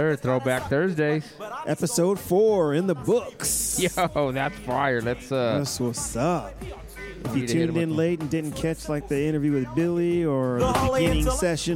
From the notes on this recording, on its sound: We are LIVE from Bar RED for this Episode of THROWBACK THURSDAYS!